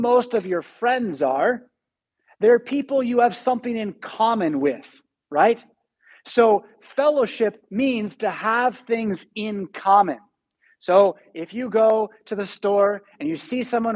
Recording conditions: large echoing room